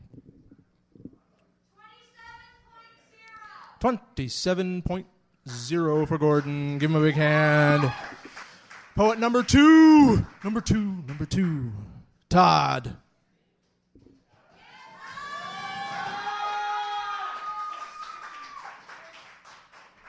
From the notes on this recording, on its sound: this slam recording from May of 2001